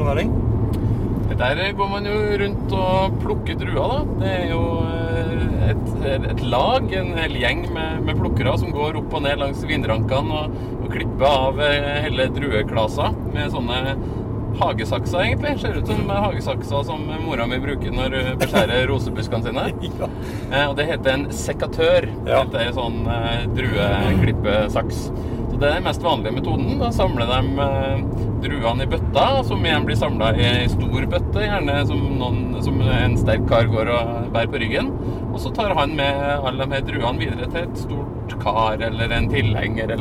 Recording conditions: inside a vehicle